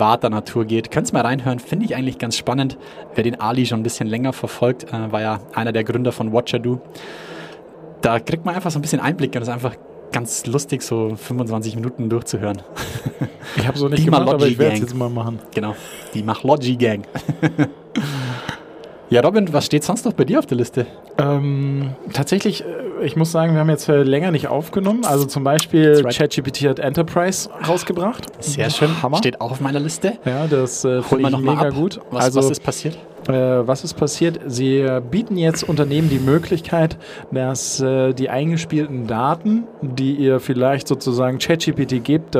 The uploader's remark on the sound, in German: Live von der ZPE